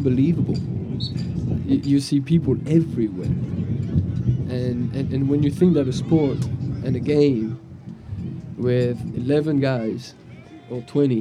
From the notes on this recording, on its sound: Live at the Eastern Shore Premier Cup